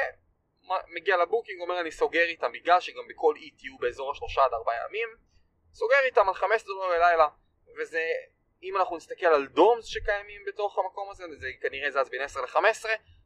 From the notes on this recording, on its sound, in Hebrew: מתנצל מראש על איכות הסאונד בפרק הזה